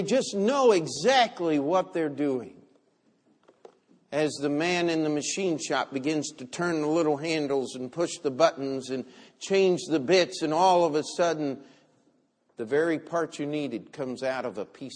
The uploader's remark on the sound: Christmas Sunday Service